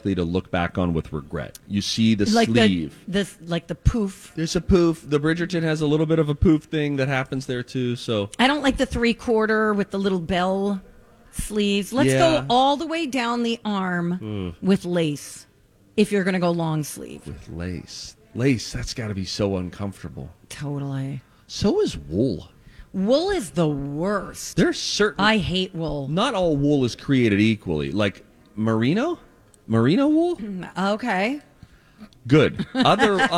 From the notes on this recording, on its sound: LIVE at their last Santa Stop at Southern Lights in Burnsville!